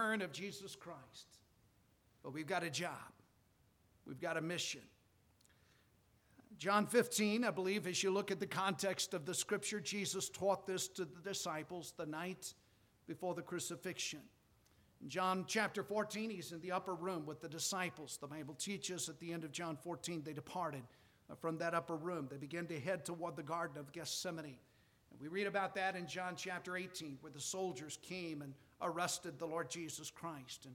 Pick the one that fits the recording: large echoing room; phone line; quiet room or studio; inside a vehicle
large echoing room